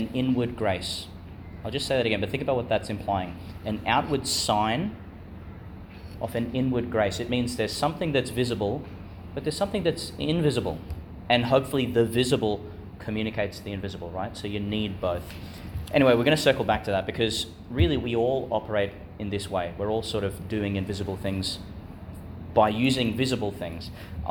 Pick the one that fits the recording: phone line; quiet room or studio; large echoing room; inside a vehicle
large echoing room